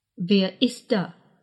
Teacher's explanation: Начните с фразы «Wer ist da?» – «Кто там?», в которой конечное «т» в форме «ist» заставляет букву «d» в слове «да» звучать глухо · Term: оглушается